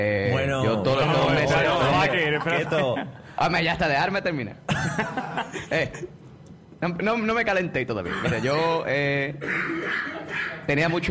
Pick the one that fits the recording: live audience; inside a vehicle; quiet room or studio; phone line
live audience